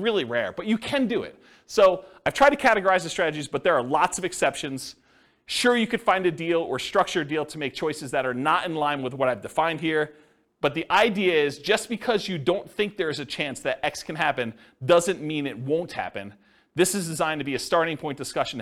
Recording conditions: live audience